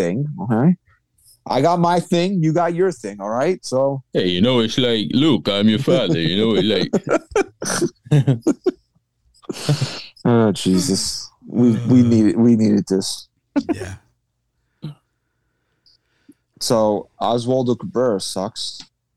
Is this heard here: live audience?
no